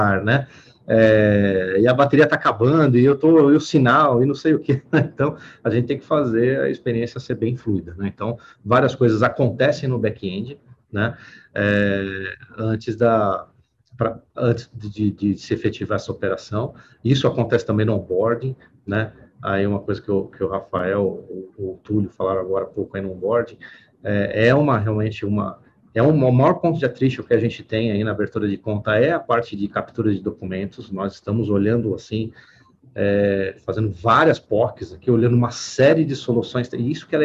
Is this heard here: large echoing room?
no